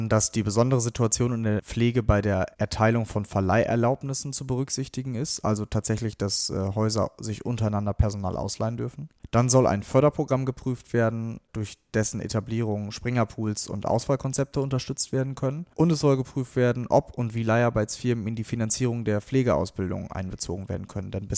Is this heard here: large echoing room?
no